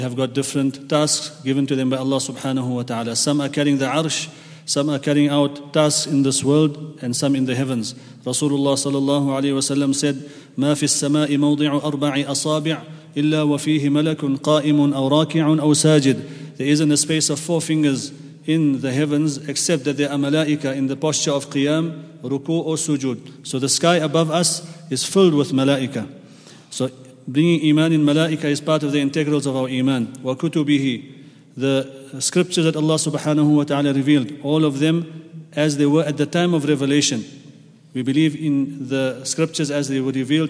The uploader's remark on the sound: at the Houghton Masjid (West Street)